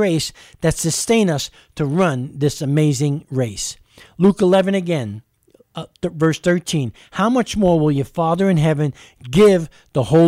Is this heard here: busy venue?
no